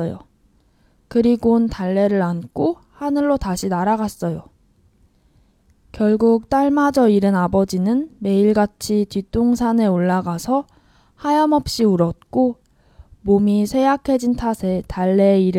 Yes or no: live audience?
no